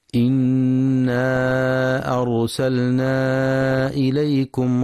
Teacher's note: ينتبه القارئ لتفخيم راء أرسلنا، فهي ساكنة وما قبلها مفتوح، وينتبه للمد المنفصل في إنا أرسلنا، يمد 4 أو 5 حركات